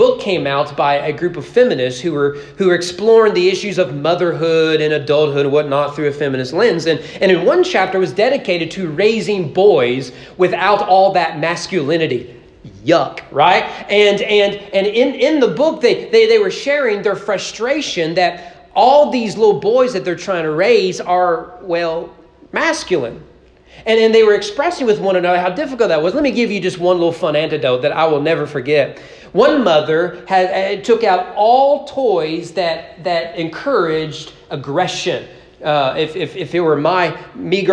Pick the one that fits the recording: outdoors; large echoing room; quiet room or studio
large echoing room